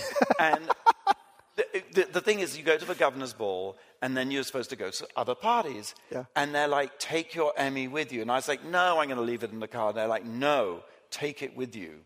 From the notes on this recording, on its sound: Live chat in front of an audience at 2019's Realscreen Summit in New Orleans.